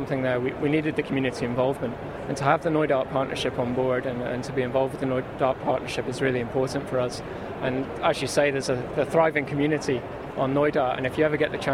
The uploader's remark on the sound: Part 2 from The Outdoors Show at the NEC